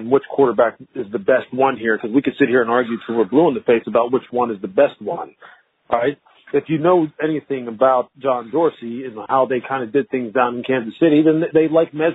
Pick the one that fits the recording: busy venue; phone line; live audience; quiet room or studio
phone line